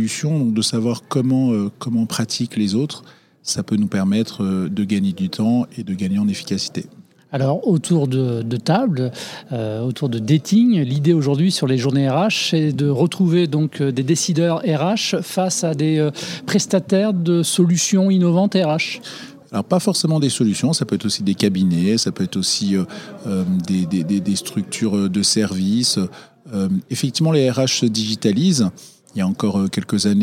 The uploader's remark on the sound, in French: Jobradio est en direct du Précatelan pour la journée RH by LesBigBoss.